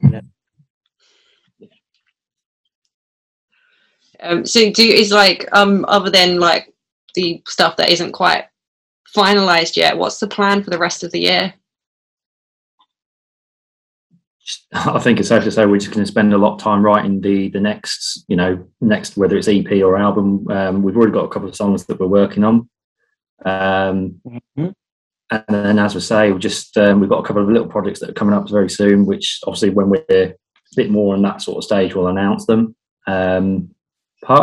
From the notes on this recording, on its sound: Recorded via Zoom